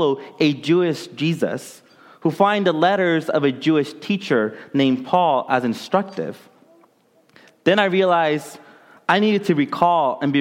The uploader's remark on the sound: during the Contemporary Worship service